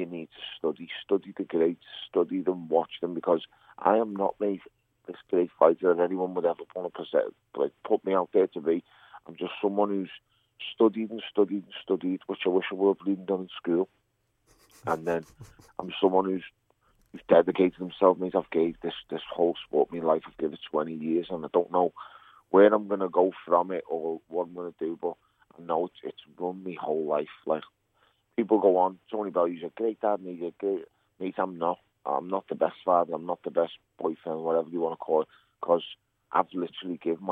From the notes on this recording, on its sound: A PHONE CALL.